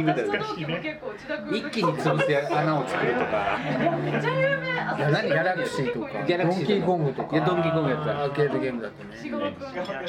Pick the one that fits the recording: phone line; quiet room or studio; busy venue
busy venue